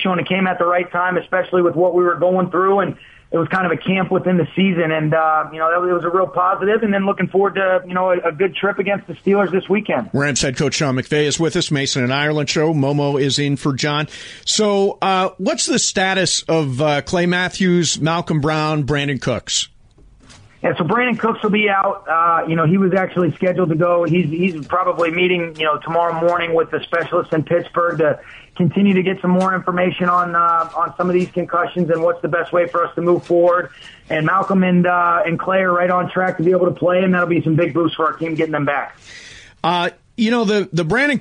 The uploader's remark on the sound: called